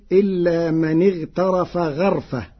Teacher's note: قرأ ورش كلمة غرفة بفتح الغين فتصير إلا من اغترف غرفة على وزن فعلة.